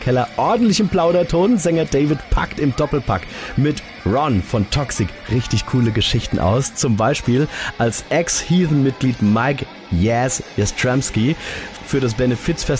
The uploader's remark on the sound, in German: Der Metalkeller hinter den Kulissen eines kleinen aber feinen Festivals. Sonne, See, sehr viel Musik und super Laune. Hinter den Kulissen des Iron Festes in der Westpfalz.